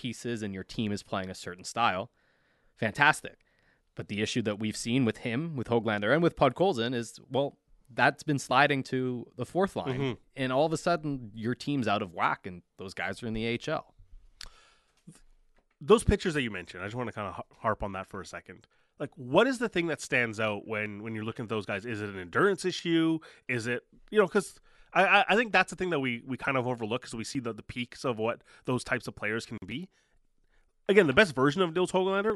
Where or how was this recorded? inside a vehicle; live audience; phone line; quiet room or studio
quiet room or studio